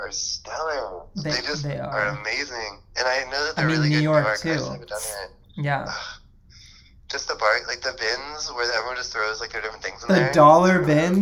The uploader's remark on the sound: The ~ feel ~ of the episode is very casual. Casual in fact that I recorded the whole thing over Quicktime. Audio coming straight from my phone (so please excuse the occasional phone crackles).